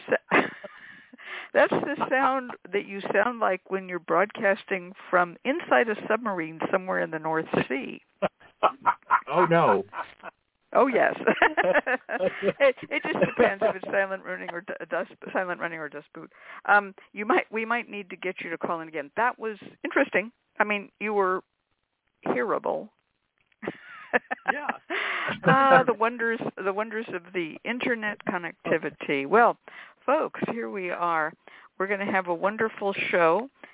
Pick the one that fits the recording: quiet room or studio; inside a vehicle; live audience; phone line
phone line